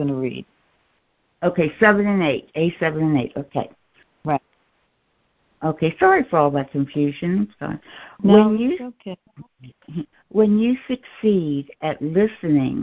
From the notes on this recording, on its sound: A Course in Miracles [ACIM] Students are joining together on a Free Conference Call to study A Course of Love [ACOL], scribed by Mari Perron, First Receiver.